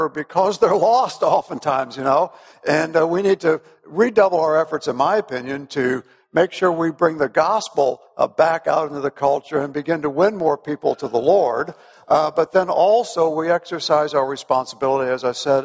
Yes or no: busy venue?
yes